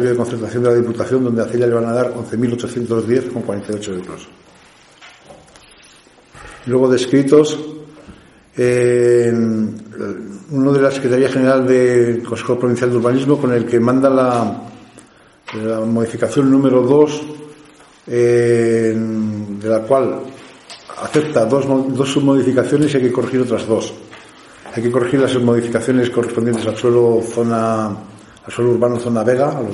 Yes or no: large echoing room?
yes